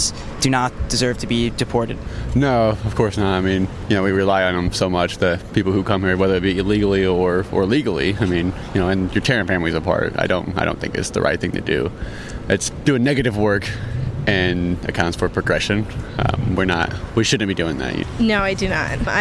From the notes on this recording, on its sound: hit the streets to ask Bloomington residents